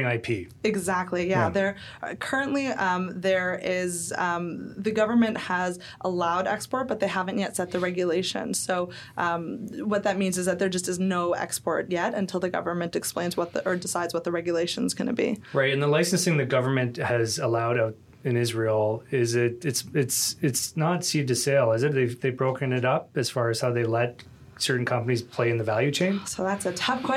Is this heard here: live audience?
no